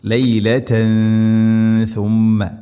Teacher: ലൈലതൻ സുമ്മ തൻവീന് ശേഷം സ ഇഖ്ഫാ ബിഗുന്ന അവ്യക്തമാക്കി മണിക്കണം